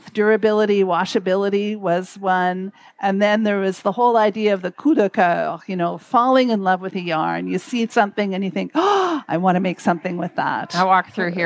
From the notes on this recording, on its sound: In this exclusive live interview series from Twist 2023. These interviews, set against the lively backdrop of Twist, bring the festival's vibrant spirit directly to your ears.